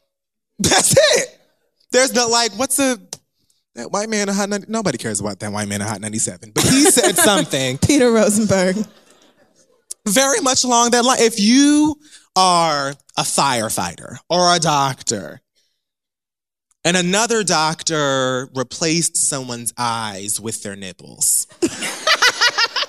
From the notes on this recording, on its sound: The Read Live From London